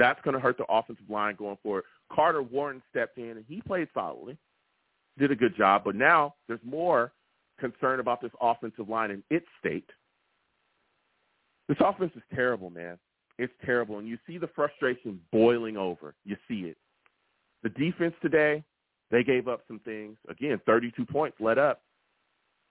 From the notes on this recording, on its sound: I take live callers!